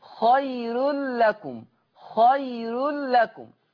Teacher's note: قرأ ورش بترقيق الراء وصلا، قرأ ورش بترقيق الراء وصلا، وانا بتك على كلمة وصلا، في خير الرو رو مش رو بفخم، خير لكم.